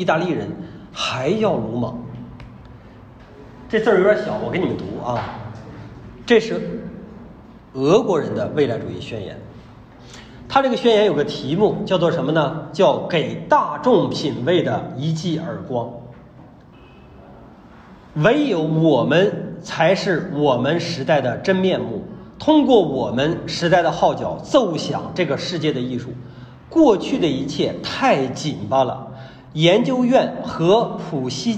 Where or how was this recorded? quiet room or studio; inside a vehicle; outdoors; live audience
live audience